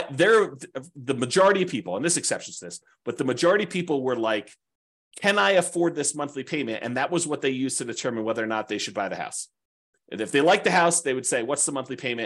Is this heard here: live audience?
no